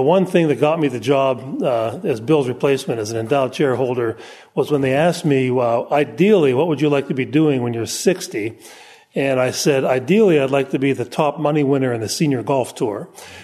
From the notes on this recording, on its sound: Presented at the Austrian Economics Research Conference on 21 March 2013 at the Ludwig von Mises Institute in Auburn, Alabama.